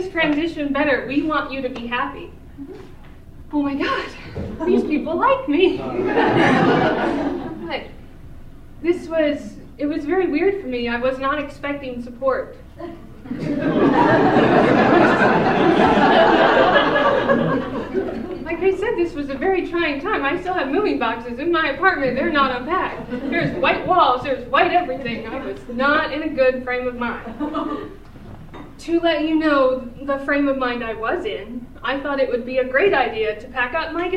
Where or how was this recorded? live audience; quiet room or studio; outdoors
live audience